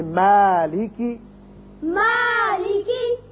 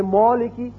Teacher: میم جو ہے یہ باریک پڑھا جانے والا حرف ہے، اس کی وجہ سے الف بھی باریک ہوگا۔ · Shown in: first take